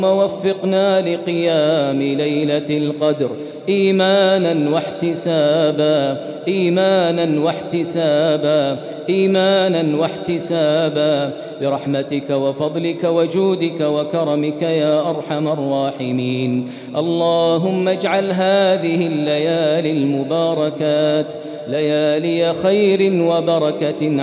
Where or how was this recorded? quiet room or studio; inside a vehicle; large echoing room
large echoing room